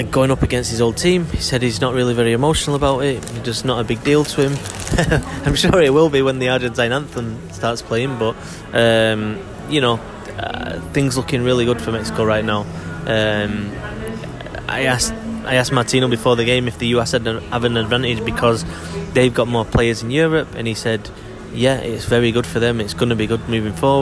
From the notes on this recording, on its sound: Live from Newark Airport